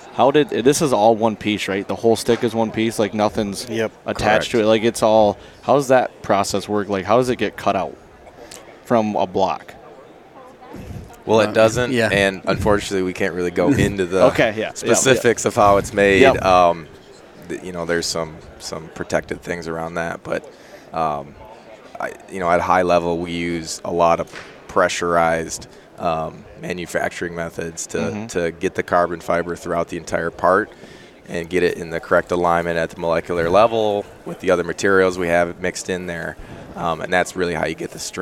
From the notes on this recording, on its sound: While down at the ATA show I caught up with the three owners of Latitude Outdoors